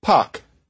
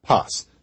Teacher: if you say pak, there's a tendency for that vowel to rise a bit in pitch, especially compared to if you go pas. · Shown in: first take